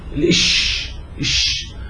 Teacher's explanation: الشين تخرج بعد بعد الجيم، لكن الشين منطقتها في وسط اللسان بعد مخرج الجيم، ثم الشين بسموه حرف احتكاكي، حرف احتكاكي اللي بنتج عنه صوت التفشي الإش إش، هذا الصوت بنتج نتيجة قرب اللسان من وسطه باتجاه سقف الحنك.